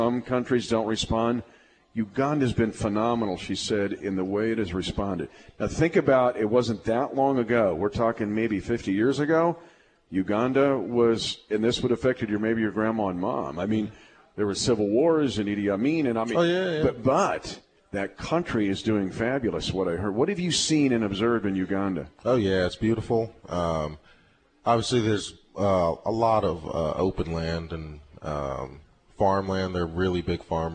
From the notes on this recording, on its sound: LIVE from Hy-Vee